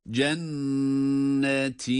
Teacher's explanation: Cenne derken tutuyoruz ama ti derken yine bir elif miktarından fazla uzatmıyoruz. Bu önemli. Yani eğer meddi tabii ise kıymetli dostlar, bir eliften fazla uzatılma hakkı yok.